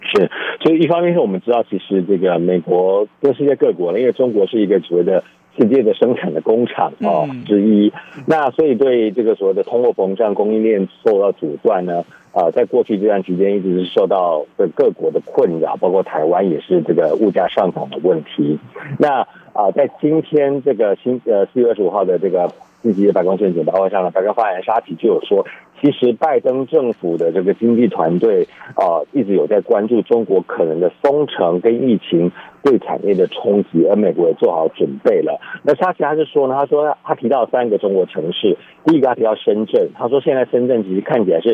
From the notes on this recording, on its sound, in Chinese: 連線美國之音白宮記者